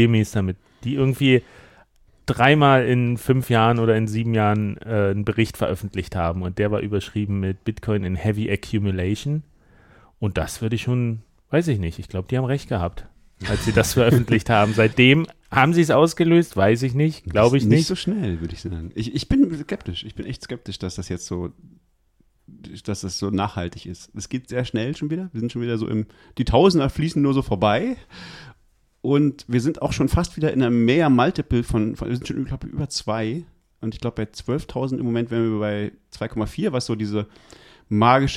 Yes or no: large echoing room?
no